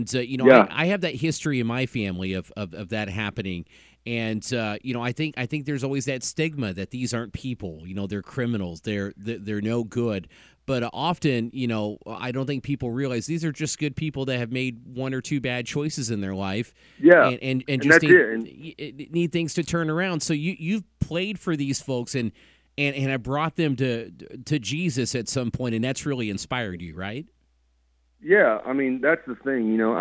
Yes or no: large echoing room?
no